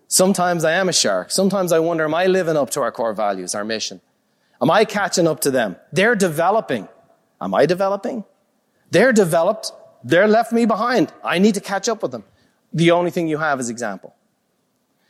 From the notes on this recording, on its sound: a live recording from Peak Experience